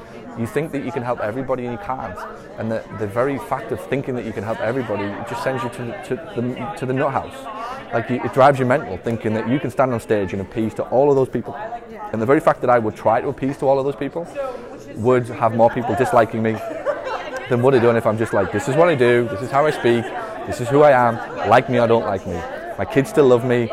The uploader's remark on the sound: Answer questions from the audience at SSPT Live 2019 back in May as I step off stage...